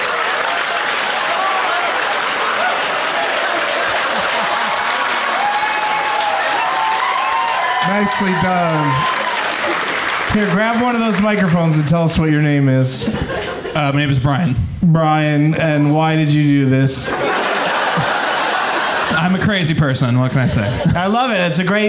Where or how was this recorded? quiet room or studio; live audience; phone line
live audience